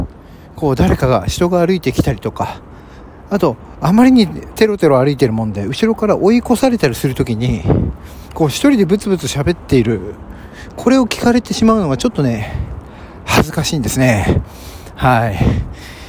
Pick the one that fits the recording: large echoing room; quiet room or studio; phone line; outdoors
outdoors